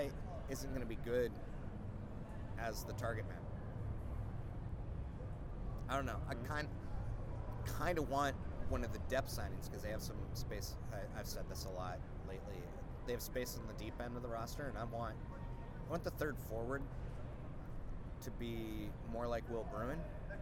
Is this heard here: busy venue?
yes